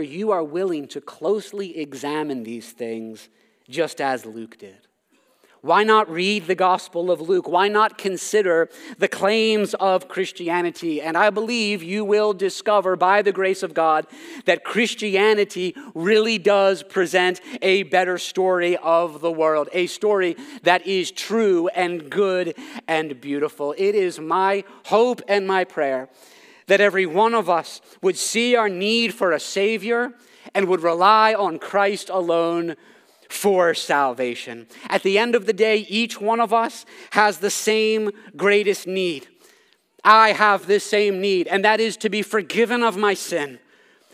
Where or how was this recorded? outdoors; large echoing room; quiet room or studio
large echoing room